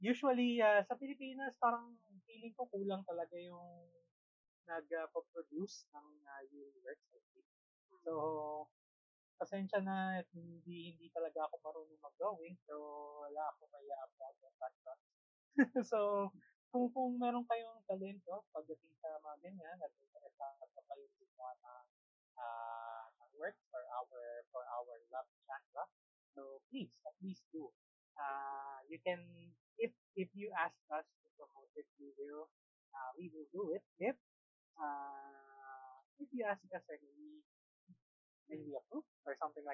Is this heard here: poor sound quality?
yes